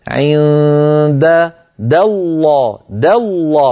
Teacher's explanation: د الله هنا د المرققة جاورت لام لفظ الجلالة المفخم · Term: تخليص المرقق من المفخم